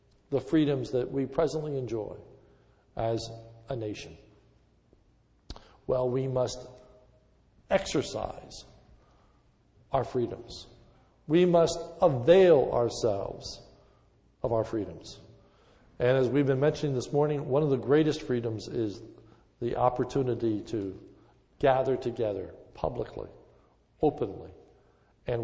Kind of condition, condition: setting, large echoing room